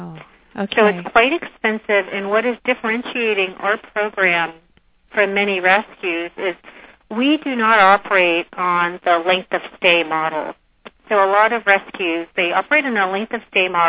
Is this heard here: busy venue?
no